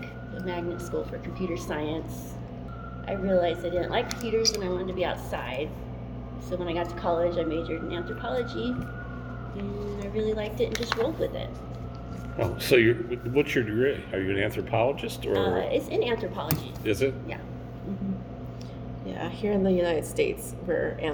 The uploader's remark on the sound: At the Three Corners Archeology Conference at University of Nevada Las Vegas.